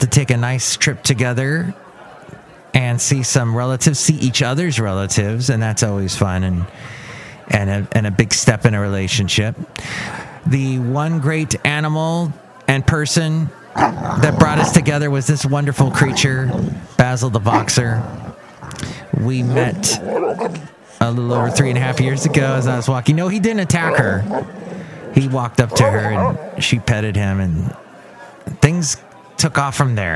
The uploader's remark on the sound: podcasts live from Cafe Anyway